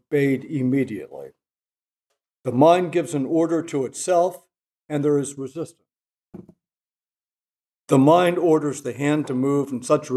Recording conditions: large echoing room